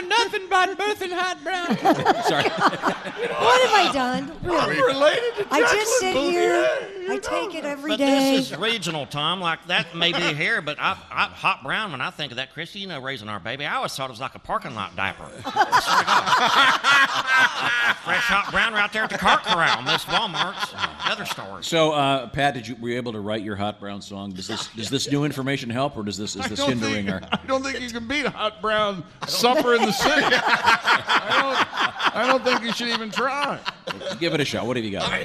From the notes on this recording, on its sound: live from the Bourbon museum in Louisville